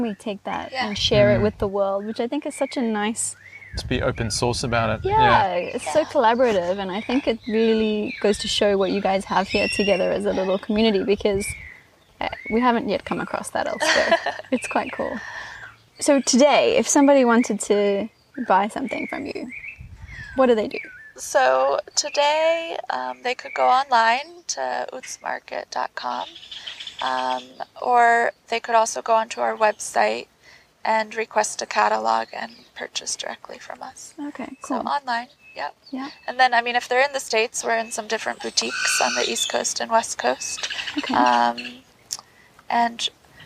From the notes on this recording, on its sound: In the gardens of the Jungle School in San Andres, Petén, Guatemala. The birds were singing, the spiders jumping and the wind blowing so please forgive the range of noises and momentary distractions. This interview was done outside so the audio can be a little windy at times!